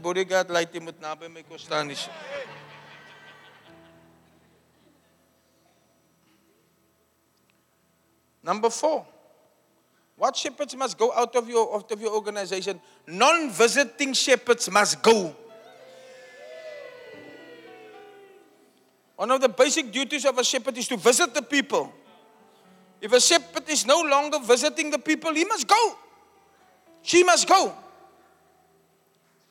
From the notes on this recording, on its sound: Preached at the Church Growth Conference in Cape Town, South Africa on the 9th July 2023 (Final Session).